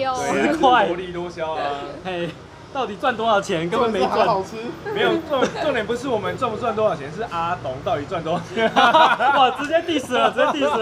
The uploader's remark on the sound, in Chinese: 錄音地點：台南 牽咖啡 Chen Coffee